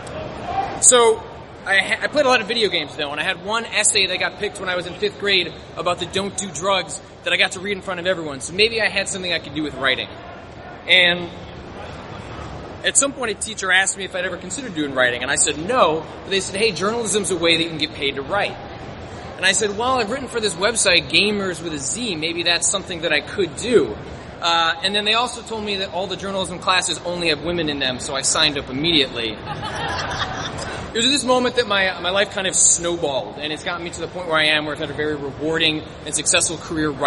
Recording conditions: busy venue